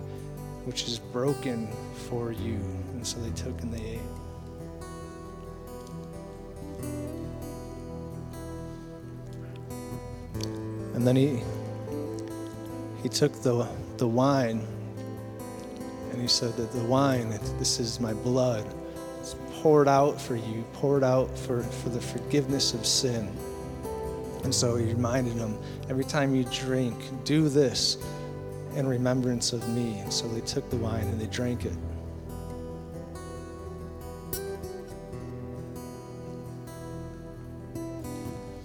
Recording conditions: large echoing room